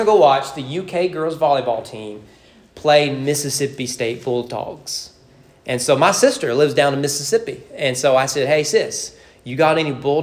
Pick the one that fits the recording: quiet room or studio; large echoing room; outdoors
large echoing room